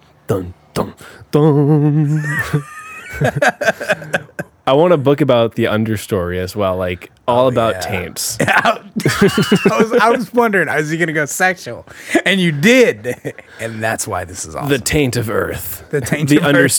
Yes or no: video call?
no